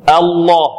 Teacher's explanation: لماذا غلظنا اللام هنا؟ لأنها سبقت بفتح. أين الفتح؟ على الهمزة.